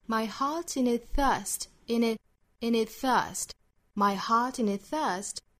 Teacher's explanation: its thirst, my heart in its thirst.那还需要注意我们在读的时候感觉 its 跟 thirst 之间不顺畅因为 ts 的发音和 th 的发音口型是比较接近的这个时候我们其实可以做一个同化音的处理、啊、也就是前面的这个 ts, ts 的发音不发了我们把重点放到后面的辅音上